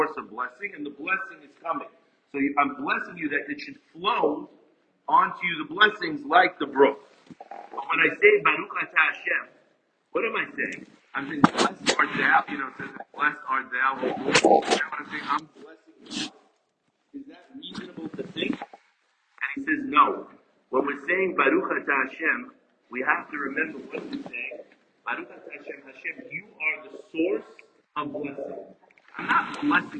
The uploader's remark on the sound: Apologies as the recording goes in and out